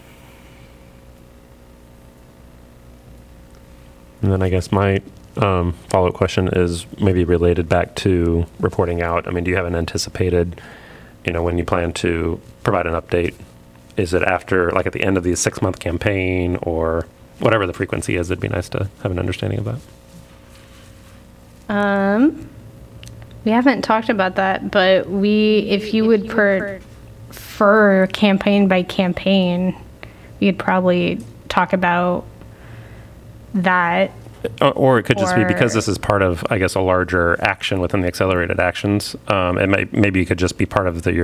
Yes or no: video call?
no